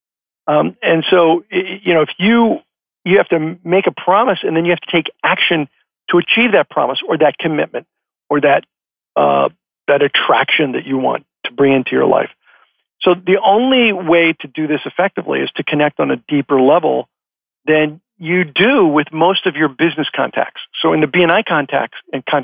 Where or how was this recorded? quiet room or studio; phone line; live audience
phone line